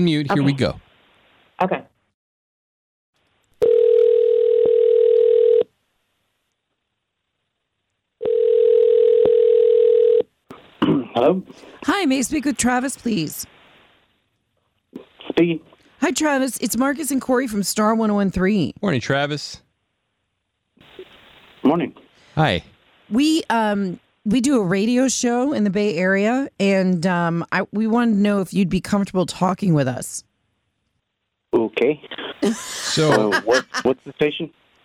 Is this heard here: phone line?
yes